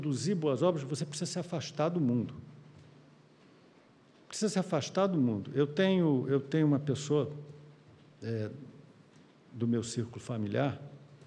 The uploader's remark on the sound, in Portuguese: Palestra ao Vivo